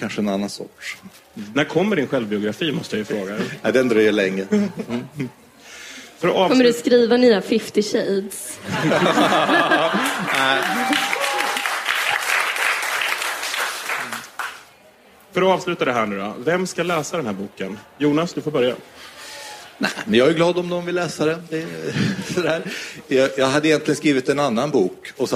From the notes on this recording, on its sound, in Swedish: Detta avsnitt spelades in live inför publik. På Färgfabriken i Stockholm.